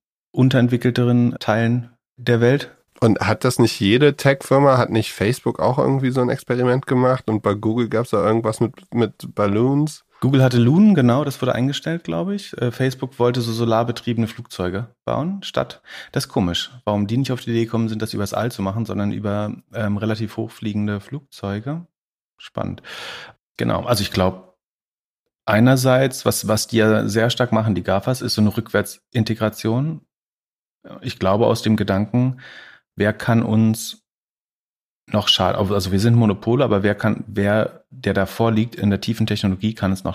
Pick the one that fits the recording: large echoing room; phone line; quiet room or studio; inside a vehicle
quiet room or studio